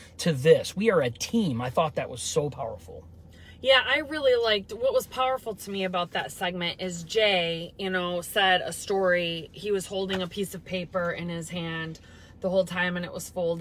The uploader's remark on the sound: we go LIVE from our car